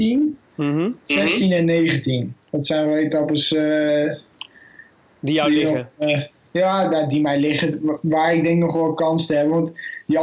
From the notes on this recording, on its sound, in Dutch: We mochten met ‘m Skypen op z’n eerste rustdag.